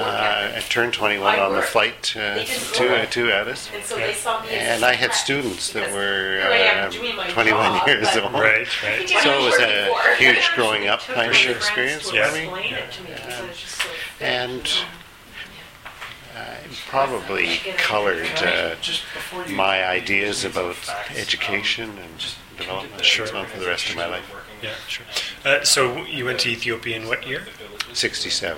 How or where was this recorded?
busy venue